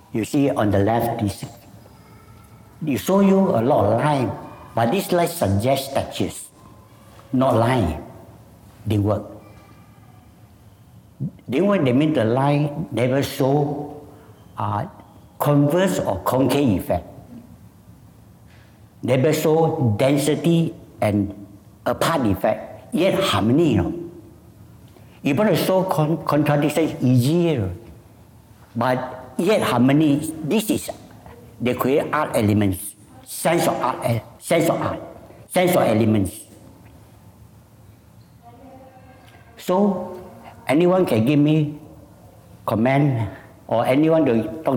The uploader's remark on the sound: It was recorded live in October 2018 at National Gallery Singapore .